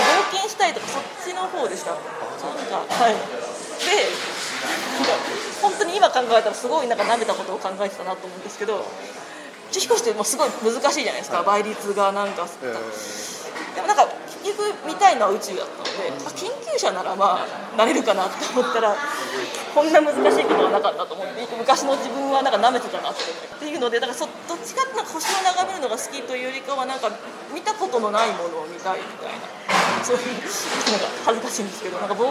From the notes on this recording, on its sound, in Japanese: 録音場所の関係で周囲の音が大きく、聞き取りにくいところがあるかもしれませんが、ご了承ください